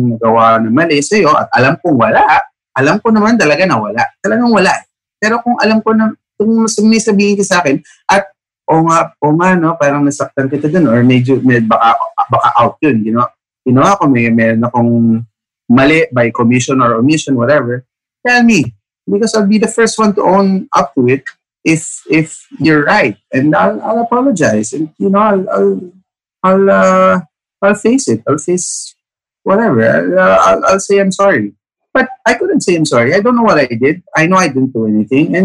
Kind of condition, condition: link, video call